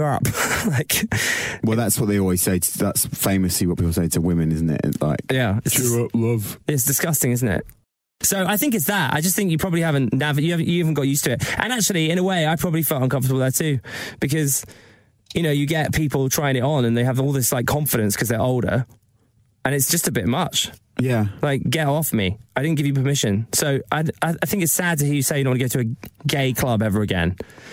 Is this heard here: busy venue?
no